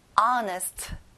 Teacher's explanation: 앞에 H 발음은 안 나요